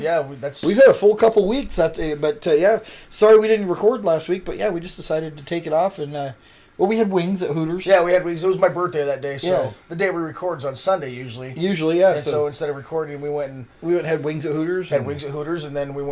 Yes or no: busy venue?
no